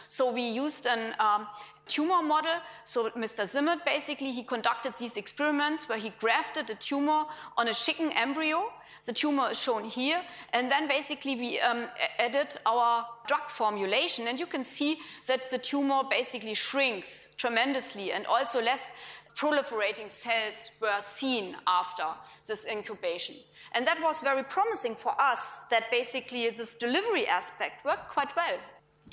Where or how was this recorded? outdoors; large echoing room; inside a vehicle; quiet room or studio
large echoing room